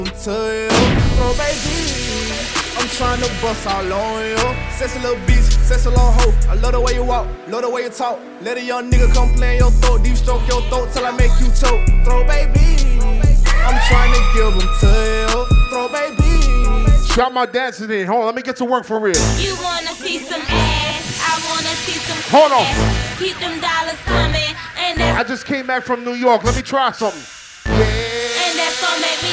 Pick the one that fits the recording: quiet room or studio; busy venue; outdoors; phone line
busy venue